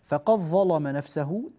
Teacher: تغليظ اللام وإدغام الدال في الظاء أيضا مما ينبغي التنبه إليه